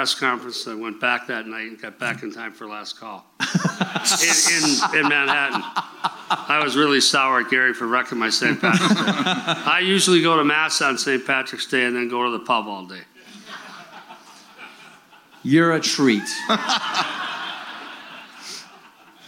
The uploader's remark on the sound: Live From Victoria